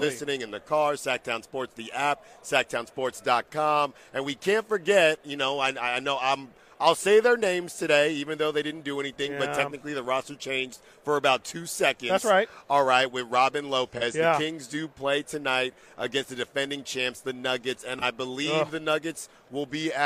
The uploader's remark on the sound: LIVE FROM RADIO ROW IN LAS VEGAS!